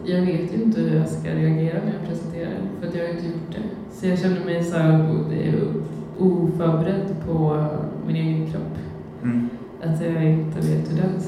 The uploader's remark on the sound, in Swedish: Och så plötsligt satt vi och poddade inför en liten men fin publik. Lite sämre ljud, lite vildare och kanske lite punkigare.